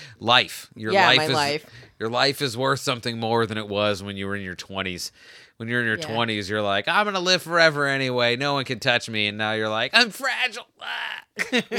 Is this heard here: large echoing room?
no